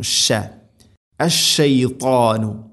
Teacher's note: മുന്നത്തെ ക്ലാസ്സിൽ നമ്മൾ പഠിച്ചിട്ടുണ്ട് തഫശി എന്ന ഒരു സിഫത്ത് അതിനുണ്ട്, പരത്തി ഉച്ചരിക്കണം